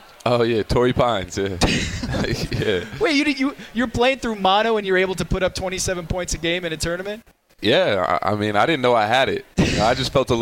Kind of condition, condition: setting, live audience